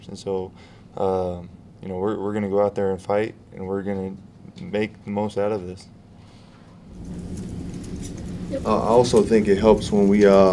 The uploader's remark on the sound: Press Conferences & Post-Game Interviews. Talk after the release of the NCAA bracket on Selection Sunday.